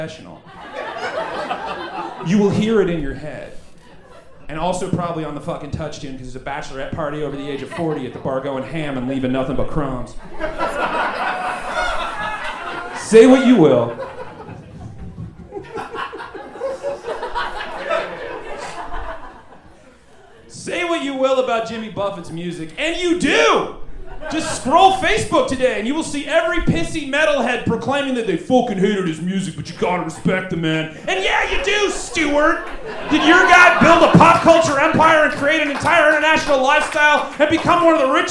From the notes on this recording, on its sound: Recorded LIVE at Chicago’s Historic Green Mill Lounge.